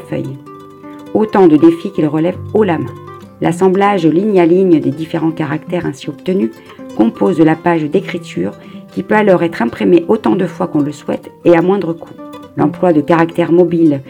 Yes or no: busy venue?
no